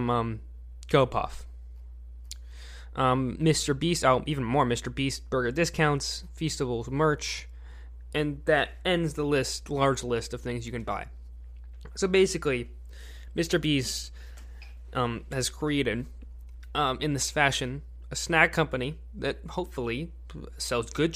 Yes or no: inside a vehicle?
no